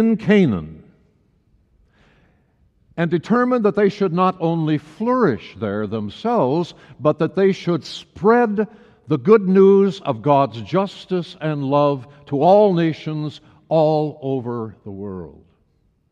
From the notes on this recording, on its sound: Message was delivered during the Traditional Worship service.